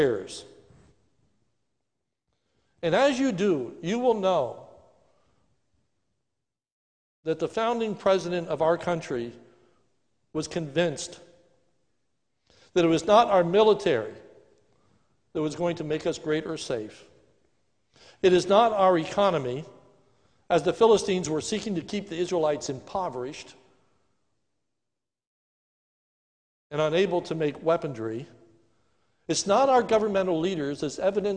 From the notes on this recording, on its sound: This is a sermon recorded live at the Lebanon Bile Fellowship Church in Lebanon, PA on 09/27/2020 during the morning service